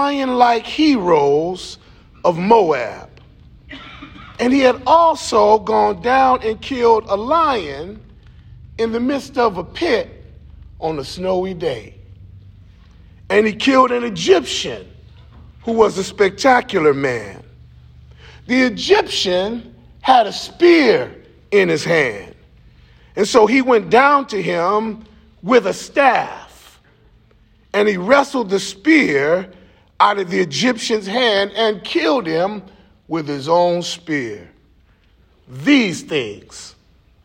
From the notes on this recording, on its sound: Preaching at the Wheaton College football team chapel